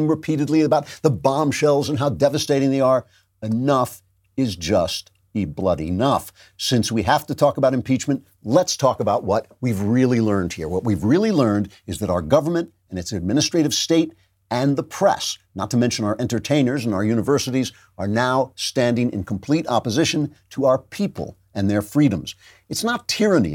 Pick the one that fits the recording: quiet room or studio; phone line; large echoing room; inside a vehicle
quiet room or studio